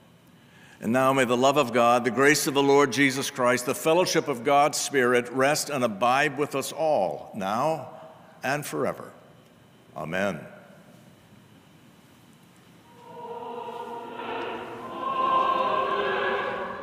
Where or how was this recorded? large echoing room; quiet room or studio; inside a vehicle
large echoing room